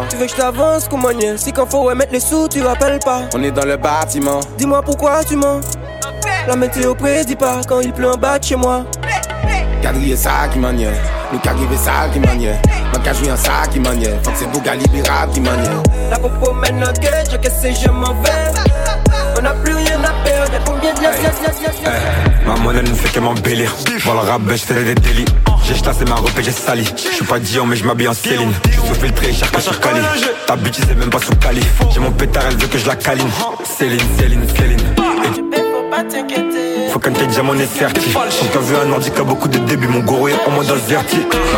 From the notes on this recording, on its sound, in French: On a enregistré cette soirée incroyable !